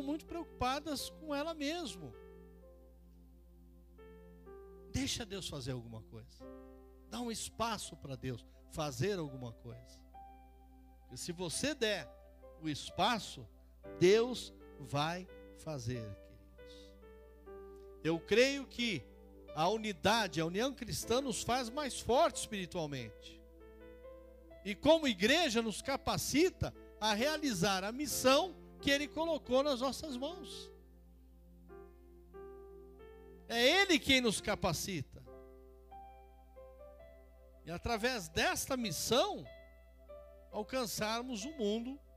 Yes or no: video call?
no